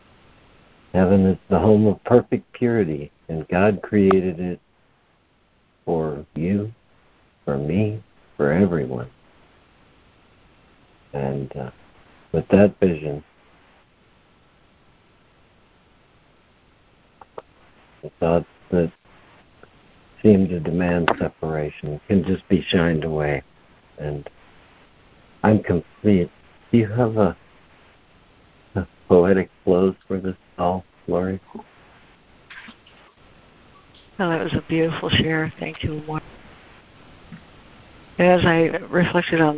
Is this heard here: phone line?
yes